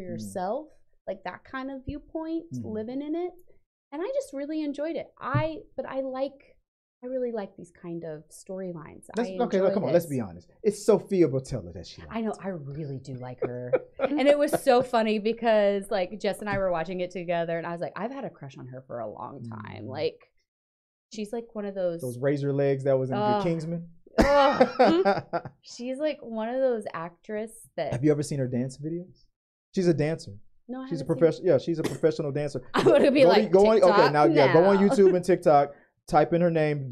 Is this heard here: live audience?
no